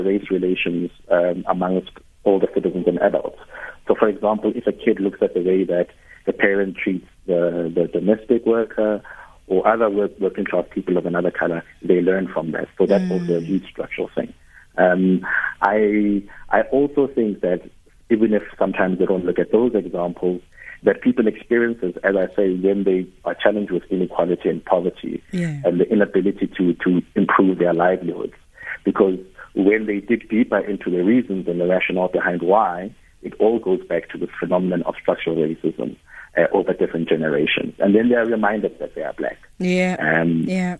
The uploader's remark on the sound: Guest (phone)